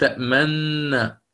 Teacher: أدغموا النون الأولى في الثانية فصارت تأمن · Term: الإدغام